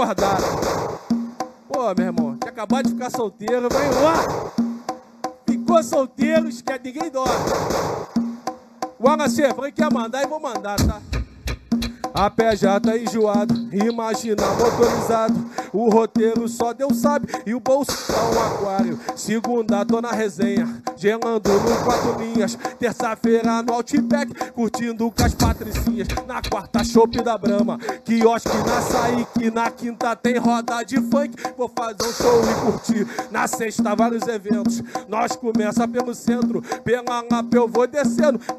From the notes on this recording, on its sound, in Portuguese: Ao vivo na Roda de Funk. Live entre Amigos e Convidados.